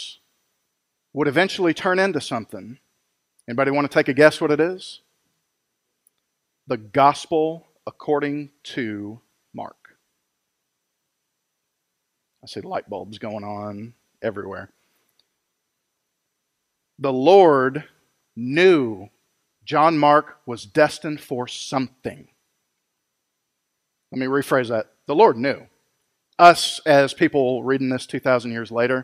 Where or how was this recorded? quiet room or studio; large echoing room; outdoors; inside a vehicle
large echoing room